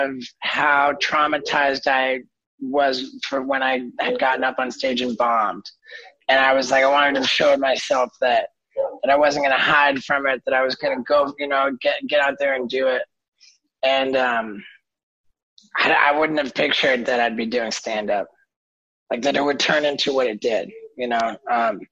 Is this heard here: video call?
yes